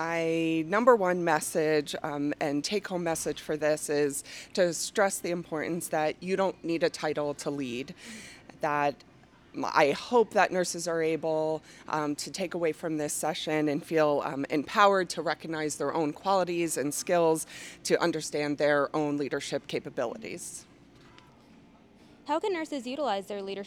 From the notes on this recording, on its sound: Listen to this live podcast from the 2023 Oncology Nursing Society (ONS) Congress.